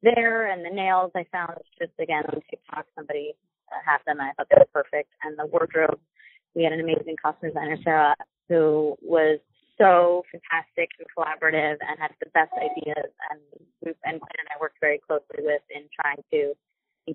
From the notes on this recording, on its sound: Spoke exclusively to us via phone. This interview was done via phone, so the audio is not our typical quality.